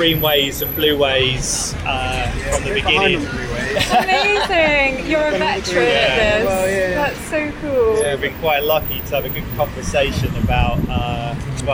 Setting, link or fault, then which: fault, sounds in the background